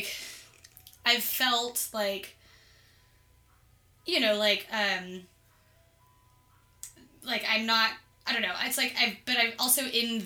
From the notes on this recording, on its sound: Battle hangovers and excessive distracting environmental noises.